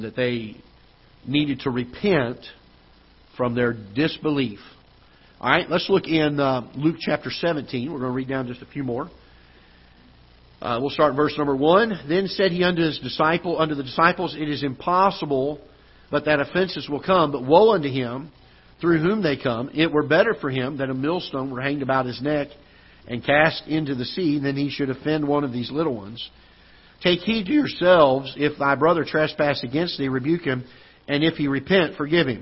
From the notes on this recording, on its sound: Ketha Heights Baptist Church ~ Live Broadcast.